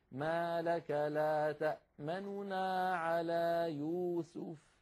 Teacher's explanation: الهيئة الثانية هي أن لا ندغم النون الأولى في النون الثانية وذلك لأن النون الأولى تبقى مضمومة ولكن نخفض صوتها ونسرع قليلا · Term: الاختلاس